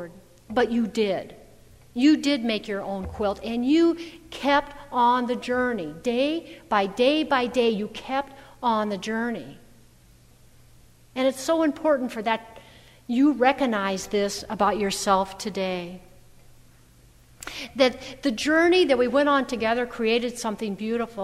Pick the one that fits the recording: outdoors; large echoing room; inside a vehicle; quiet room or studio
large echoing room